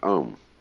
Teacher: And so the name that is fundamentally Vak is the Sanskrit word Om. Because when you say Om, you begin at the back of your throat with O and you finish at your lips. And so you take in the whole range of sound.